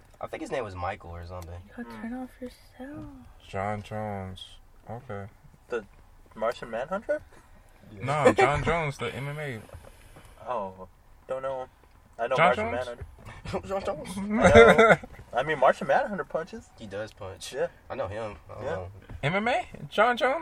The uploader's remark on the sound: joins the boys in the car